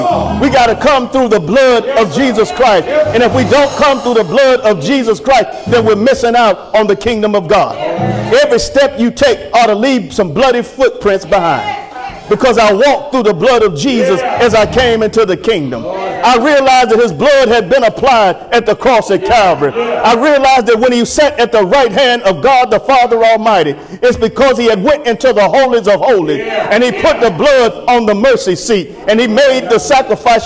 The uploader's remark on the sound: Sermon preached from Wesley AME Zion Church